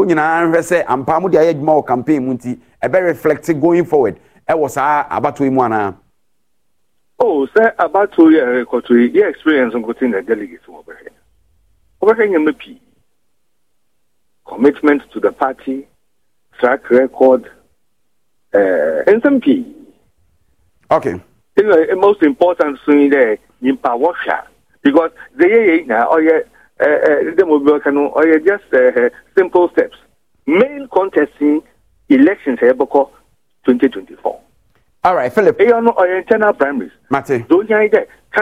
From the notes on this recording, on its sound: Interactive phone session with callers